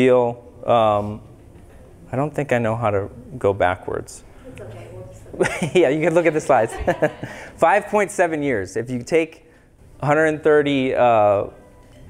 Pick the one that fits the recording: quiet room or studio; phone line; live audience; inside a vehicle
live audience